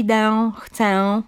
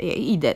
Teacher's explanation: norma wymaga jedynie lekkiego zaznaczenia nosowości albo dopuszcza nawet utratę · Shown in: second take